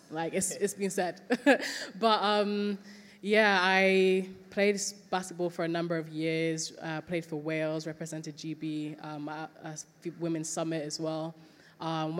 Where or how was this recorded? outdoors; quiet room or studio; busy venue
busy venue